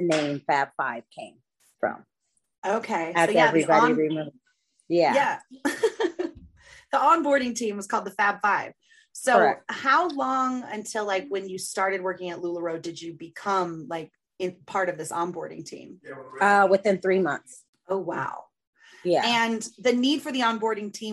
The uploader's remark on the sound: Some background noise was unavoidable. Mic has some sound issues for a bit, but it does even out and fix itself.